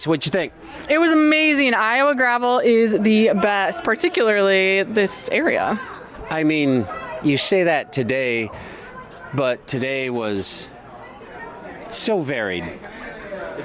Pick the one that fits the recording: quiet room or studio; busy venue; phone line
busy venue